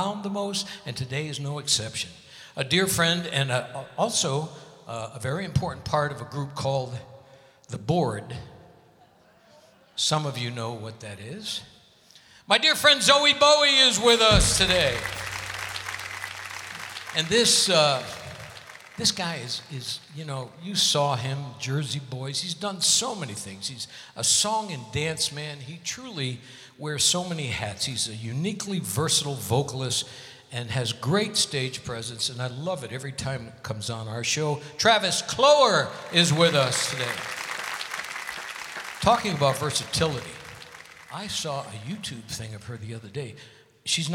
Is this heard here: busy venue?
yes